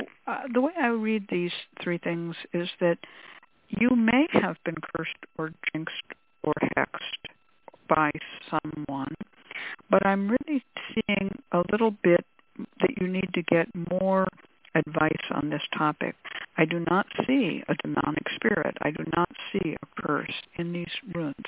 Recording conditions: phone line